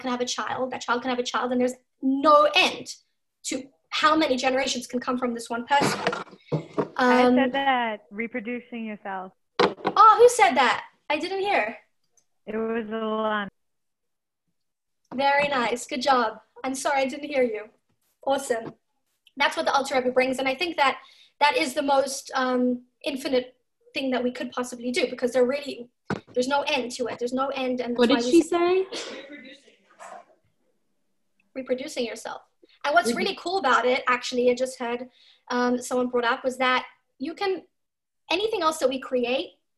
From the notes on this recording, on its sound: Zoom Class